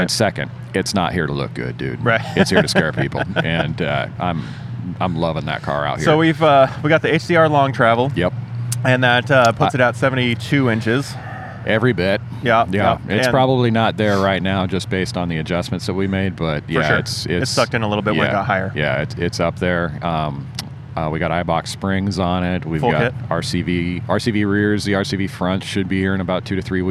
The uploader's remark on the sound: Live from UTV Takeover Coos Bay, OR. This episode of the SXS Guys Offroad Podcast is recorded live from the 2020 UTV Takeover Coos Bay, OR event! We setup on top of the Ford Raptor Experience trailer.